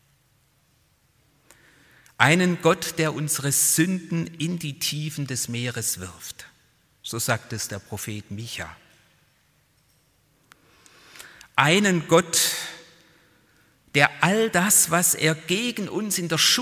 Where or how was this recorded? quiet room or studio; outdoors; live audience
live audience